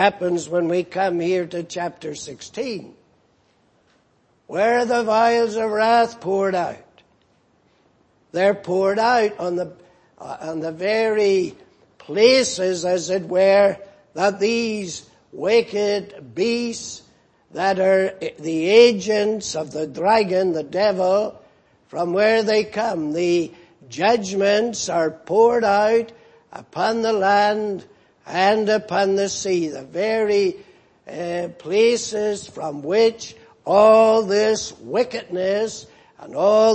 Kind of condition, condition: setting, large echoing room